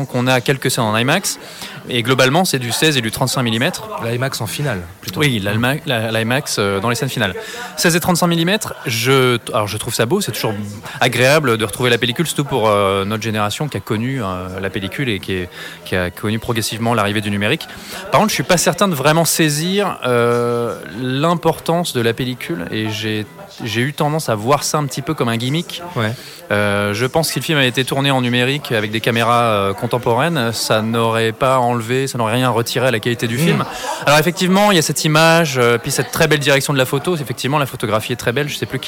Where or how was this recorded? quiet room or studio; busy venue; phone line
busy venue